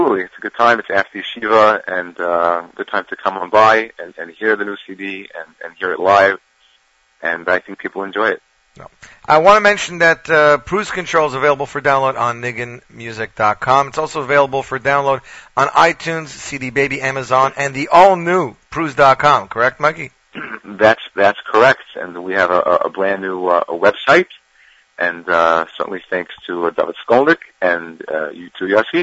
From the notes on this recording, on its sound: Phoned in to talk.